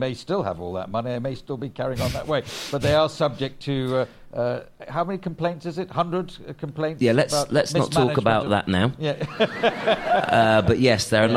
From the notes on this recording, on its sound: LIVE! Joined on stage by the comedian. This episode was recorded live at the Edinburgh Fringe, August 2023.